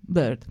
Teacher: E per esempio anche la parola bird, uccello, in inglese ha una schwa che rappresenta però un nucleo sillabico lungo centrale, questa E, bird, anche se è una I, bird. E quindi viene un po' pronunciata come una vocale centrale semibassa